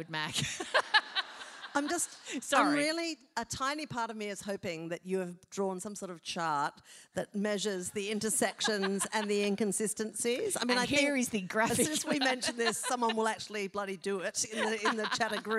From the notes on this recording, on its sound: Live show recorded at The Theatre Royal, Hobart, Tasmania